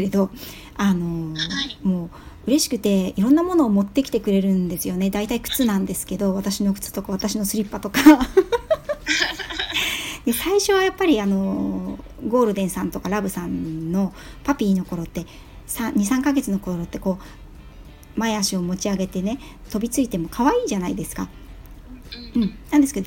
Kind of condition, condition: fault, phone or laptop microphone